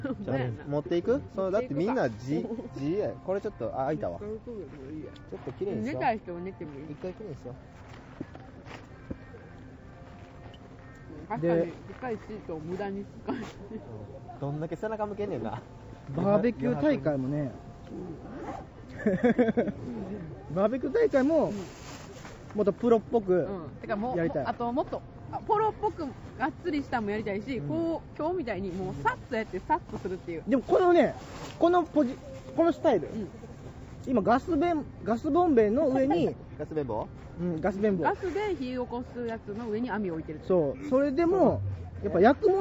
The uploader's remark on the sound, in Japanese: またしても野外収録です！服部緑地野外音楽堂にて開催されていた音楽イベント「Room Special」をさらに野外から楽しみつつ、焼き物大会！！その間を埋めるすばらしいミュージックも流れております。音量バランスも リハーサル音：声：厚揚げジュウジュウ＝6：3：1な具合。